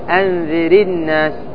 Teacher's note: تكسر الراء للتخلص من التقاء الساكنين